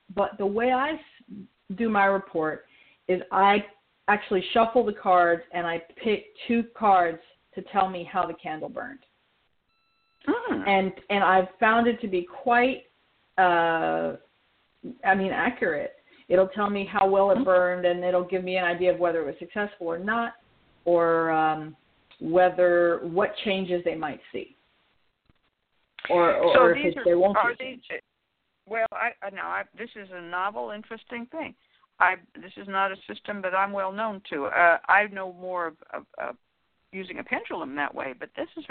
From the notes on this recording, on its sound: a real, live call-in show